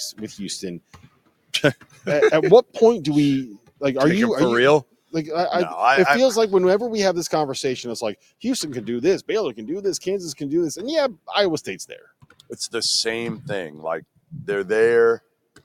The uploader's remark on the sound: LIVE from Neville Arena in Auburn